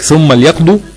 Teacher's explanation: ثم ليقضوا، هو كاسر اللام اللي في ليقضوا، اللام هنا ساكنة مش مكسورة · Term: لام ساكنة